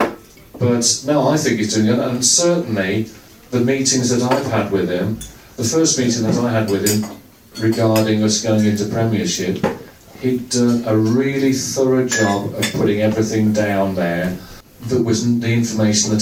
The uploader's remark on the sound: The full audio from the event recorded on 29.09.23 and recorded at The Aston Manor Cricket Club.